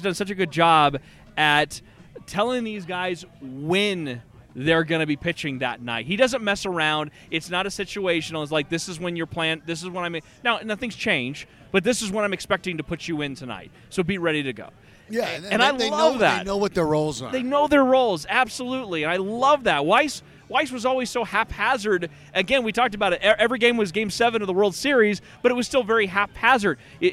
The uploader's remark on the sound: recorded live on the rooftop at Tap Fourteen downtown in LoDo